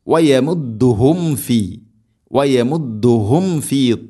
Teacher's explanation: സാക്കിനായ മീമിന് ശേഷം ഫ വരുമ്പോൾ പ്രത്യേകം മീമിനെ പൂർണ്ണമാക്കി, അഥവാ രണ്ട് ചുണ്ട് തമ്മിൽ തട്ടിച്ച് മീമിനെ പൂർണ്ണമാക്കി ഉച്ചരിക്കണം